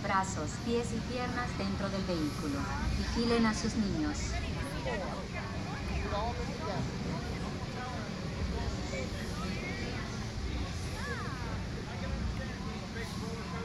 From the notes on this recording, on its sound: Animal Kingdom in Walt Disney World Florida. Listen to a ride through of the Dinosaur ride as a bonus audio feature.